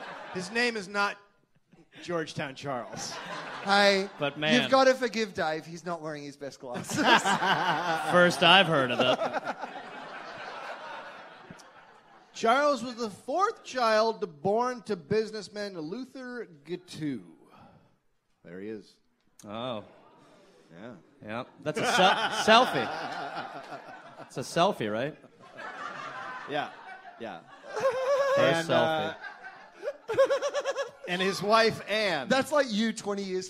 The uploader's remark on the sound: Live from LA Podfest